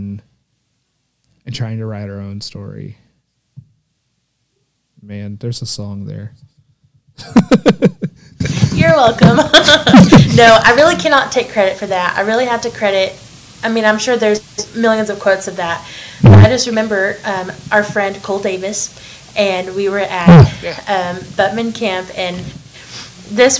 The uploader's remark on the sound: We apologize for the audio inconsistencies, as there were some problems with the audio on this particular episode.